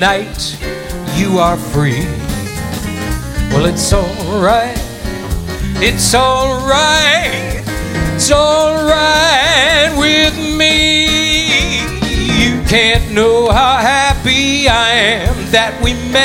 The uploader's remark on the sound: Live at the South Point Casino